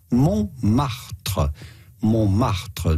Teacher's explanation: The T in the middle is silent, so do not say Montmartre, but rather Montmartre.